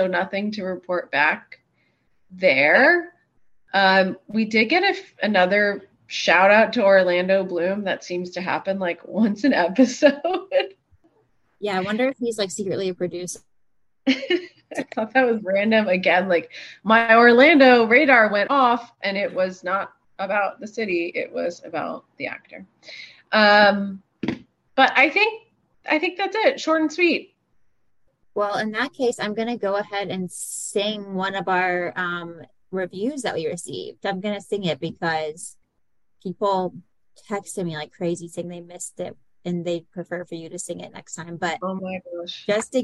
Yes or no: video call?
yes